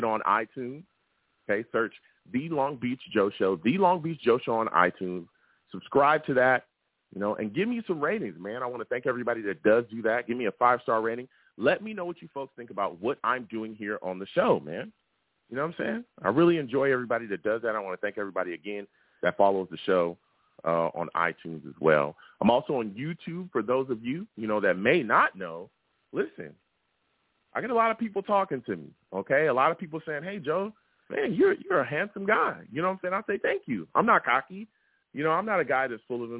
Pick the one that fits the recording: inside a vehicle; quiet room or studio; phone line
phone line